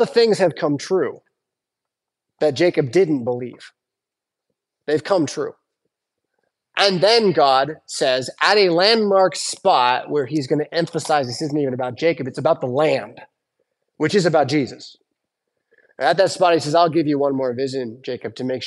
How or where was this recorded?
large echoing room